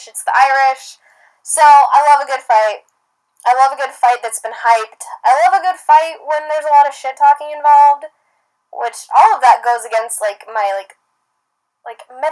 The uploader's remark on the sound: Apologies for the low quality sound, this one was a PAIN to save and get up. From corrupted SD cards to sketchy transferring methods.